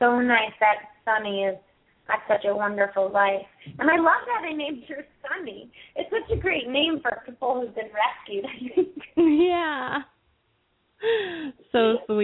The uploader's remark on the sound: open up the lines for listeners to call